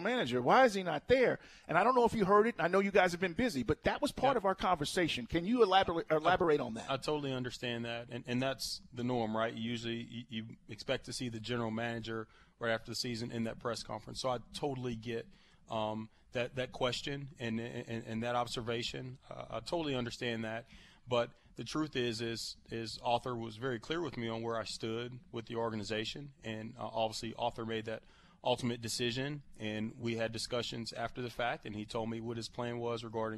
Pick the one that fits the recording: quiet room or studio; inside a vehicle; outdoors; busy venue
busy venue